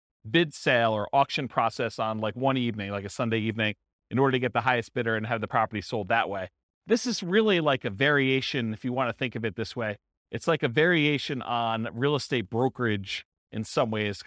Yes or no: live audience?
yes